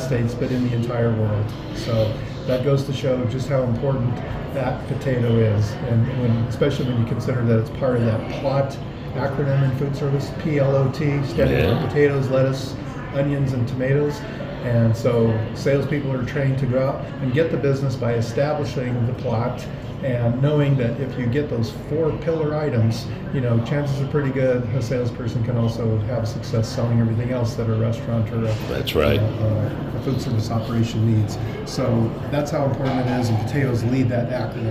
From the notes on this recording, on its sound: live from Idaho Falls at the 2023 Idaho Potato Commission Foodservice Harvest and Packing Tour